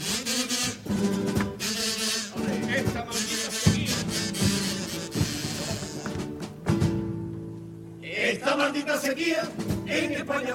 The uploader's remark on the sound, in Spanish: En la final del COAC 2024. En directo desde el Gran Teatro Falla de Cádiz, escucha la retransmisión del Concurso Oficial de Agrupaciones Carnavalescas del Carnaval de Cádiz 2024 en Onda Cero Cádiz.